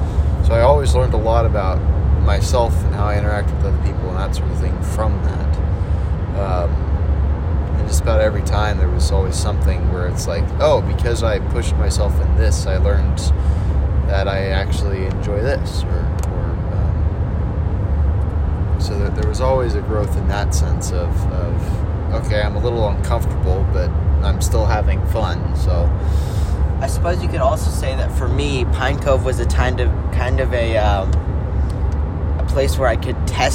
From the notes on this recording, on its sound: In the excitement of driving to camp at Pine Cove